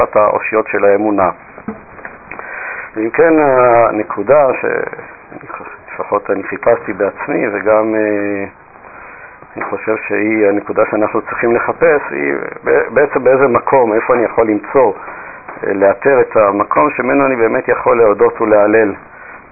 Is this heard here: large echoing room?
no